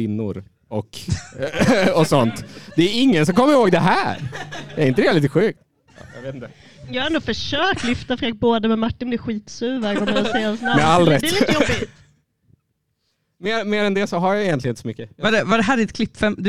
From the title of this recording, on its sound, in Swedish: Live från Potatisen